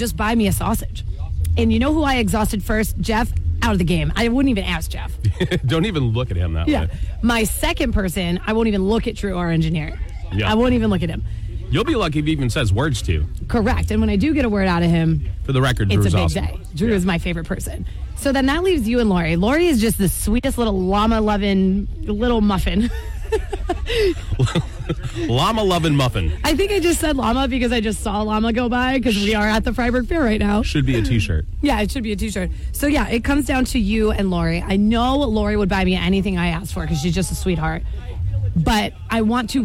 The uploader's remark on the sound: Live from the Fryeburg Fair!